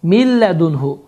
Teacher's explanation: nun səsi tamamilə itmişdir. Çünki idğam biləğunnə qaydası baş vermişdir.